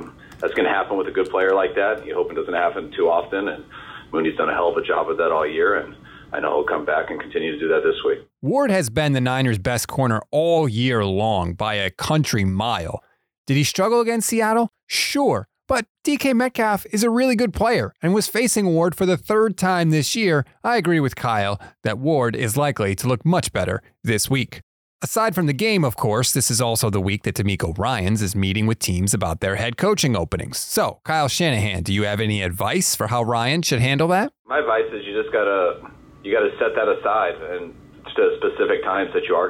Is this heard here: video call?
no